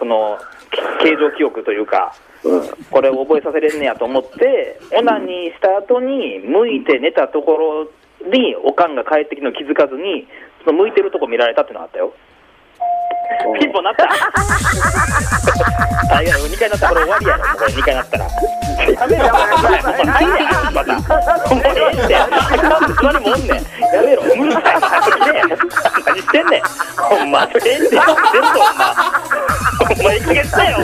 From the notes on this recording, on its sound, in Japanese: スタジオに不在。電話なのでお聴き苦しい音質かと思いますが、ご了承ください。